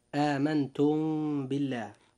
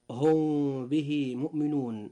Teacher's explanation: فإذا وقعت الباء بعد الميم الساكنة أخفيت الميم، ويسمى ذلك إخفاء شفويا لخروجهما أي الميم والباء من الشفتين. · Term: الإخفاء الشفوي